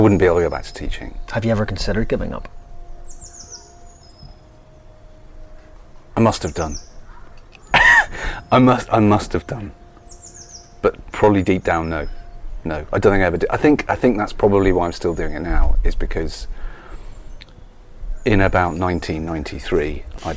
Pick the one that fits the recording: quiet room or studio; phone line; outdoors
outdoors